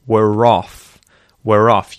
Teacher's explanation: So it's a long vowel in the word were. We don't say the R unless there's a vowel following it. So instead of were off, we'll link it with the R sound and say were off. · Term: linking R